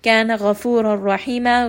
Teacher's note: غَيْن is heavy, رَا is heavy in both cases